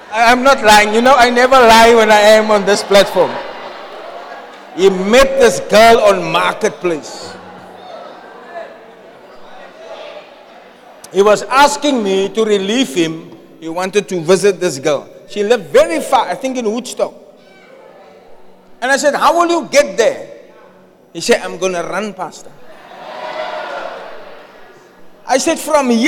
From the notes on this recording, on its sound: Preached at Zion Sanctuary, Cape Town on the 4th February 2024